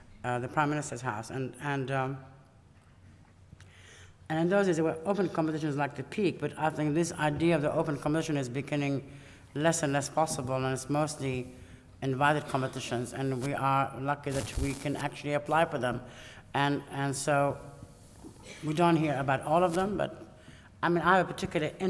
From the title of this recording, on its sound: Lecture at RIBA, 2006